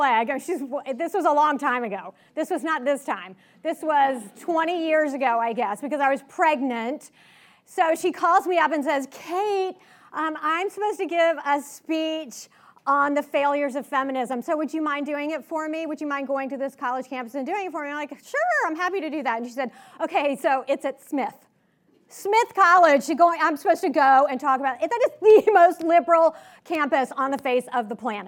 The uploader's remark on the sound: Recorded at the 2019 Western Women's Summit hosted by the Clare Boothe Luce Center for Conservative Women in Santa Barbara CA on April 5, 2019. Her remarks were recorded at the 2019 Western Women's Summit hosted by the Clare Boothe Luce Center for Conservative Women in Santa Barbara CA.